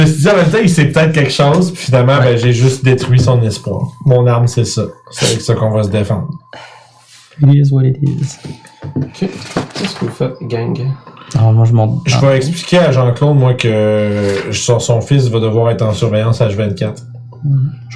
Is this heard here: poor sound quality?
yes